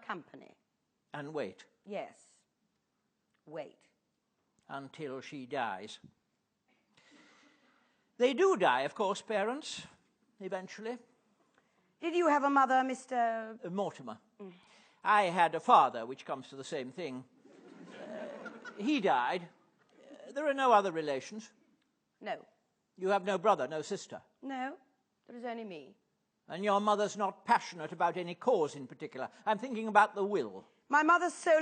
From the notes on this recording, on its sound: Taken from the National Theatre's archive of Platform event. Perform a short radio play with him in front of a live audience at the National Theatre. This is an audio recording of a live event from 1995.